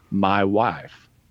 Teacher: you start with the broader ah, but then it transitions into the I sound. So like my wife.